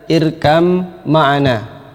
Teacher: Ini kalau diidghamkan, ba diidghamkan ke mim, maka jadilah irkam ma'ana. Ya, ba-nya dimasukkan ke dalam mim, kemudian ini sehingga menjadi hilang, kemudian langsung menjadi huruf yang bertasydid, irkam ma'ana.